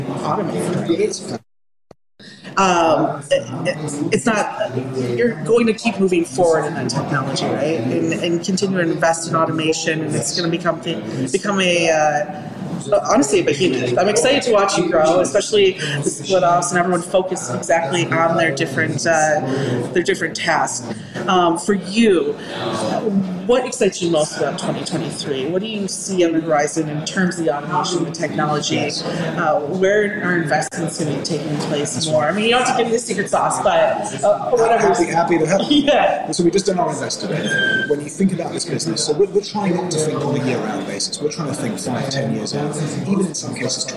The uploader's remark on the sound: at supply chain tech conference Manifest in Las Vegas